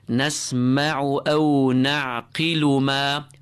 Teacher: There's no wow following the lam. So the lam and its dhamma is short.